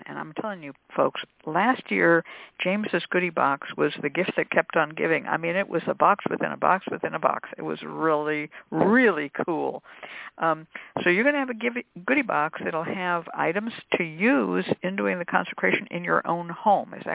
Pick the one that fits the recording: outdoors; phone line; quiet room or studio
phone line